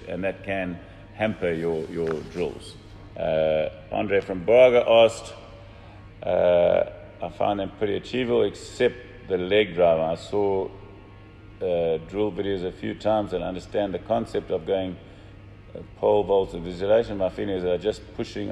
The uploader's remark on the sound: Live From Portugal - Nelo Factory Tour